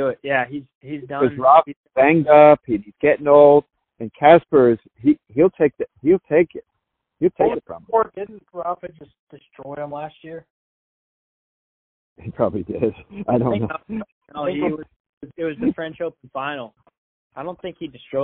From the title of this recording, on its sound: Phone Call